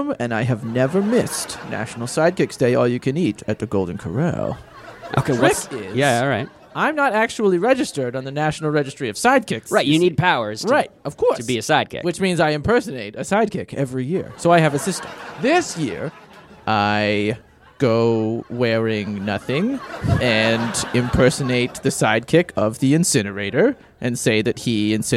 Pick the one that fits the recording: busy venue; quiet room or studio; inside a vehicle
busy venue